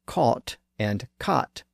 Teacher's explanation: Some people pronounce the words caught and cot with the same vowel sound.